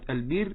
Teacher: ترقق الراء بعد كسر يعني يكون قبلها حرف مكسور